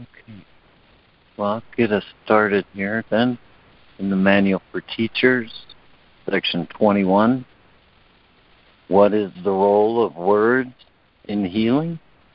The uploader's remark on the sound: ACIM Daily Conference Call.